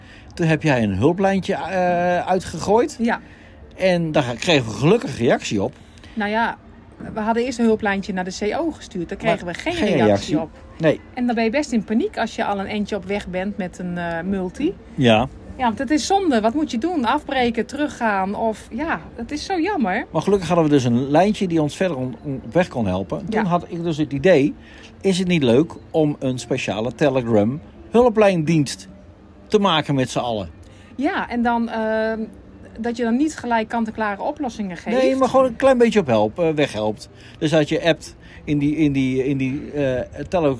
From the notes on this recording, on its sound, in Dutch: Deze aflevering hebben we weer opgenomen in de Efteling!